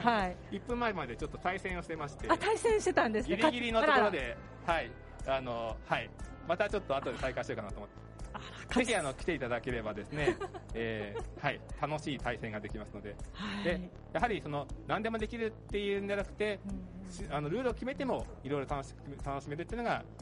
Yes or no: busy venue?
yes